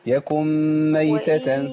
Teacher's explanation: عندي نون مدغمة في الميم